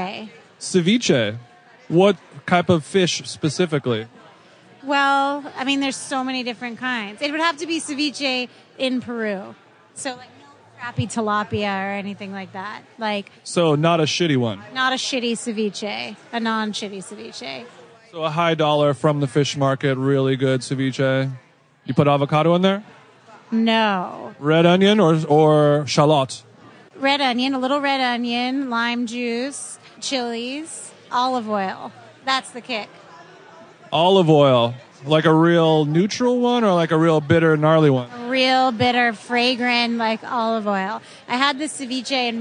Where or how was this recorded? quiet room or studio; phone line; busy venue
busy venue